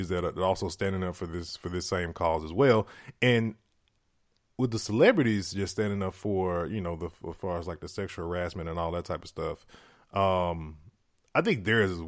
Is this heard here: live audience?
no